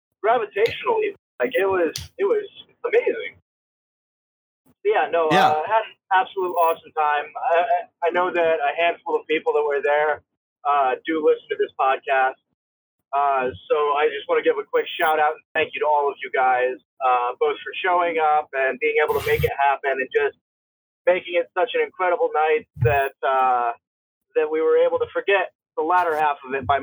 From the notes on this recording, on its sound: This week we experiment with what we can do with discord, recording on the go millions of miles apart while driving.